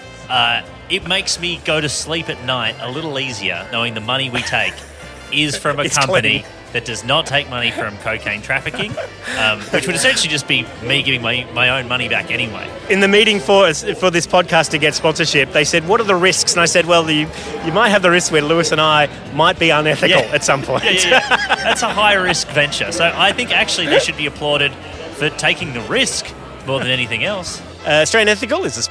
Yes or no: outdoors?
yes